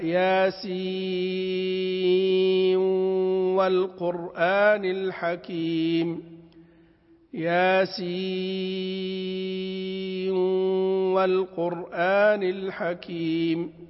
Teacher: وأدغم نون ياسين في الواو · Term: إدغام